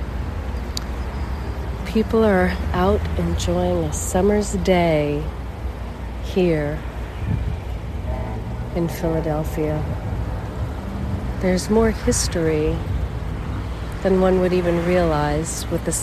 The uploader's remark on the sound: LIVE from the famous steps of Philadelphia. Outside the Museum of Art in Philadelphia, Pennsylvania, USA. This is a special on location Walk and Talk of our Mindfulness Summer Tour 2022. This is Eakins Circle, a fountain, statues and a view of the famous steps. You can listen to the cars, see the art work around and even sit beneath the trees and listen to the birds.